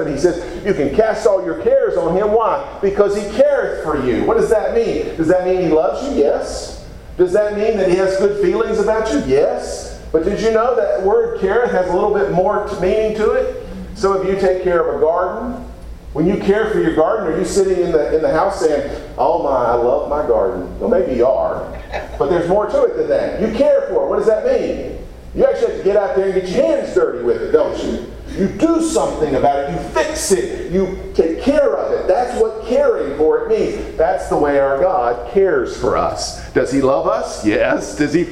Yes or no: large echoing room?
yes